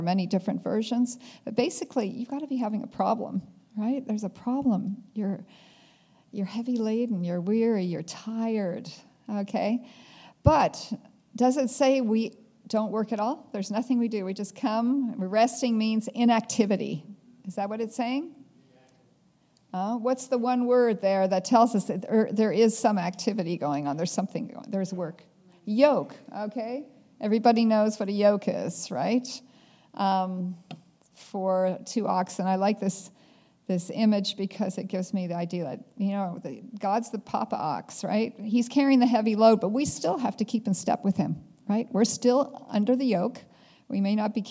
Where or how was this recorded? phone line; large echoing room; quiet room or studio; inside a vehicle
large echoing room